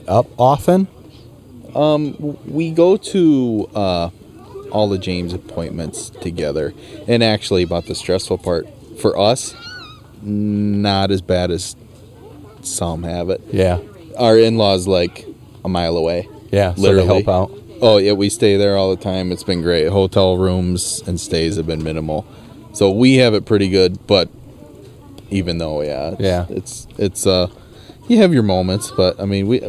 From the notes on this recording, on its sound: What is more iconic than for a podcast built in Iowa to record an episode at the Field of Dreams nestled in Dyersville, Iowa?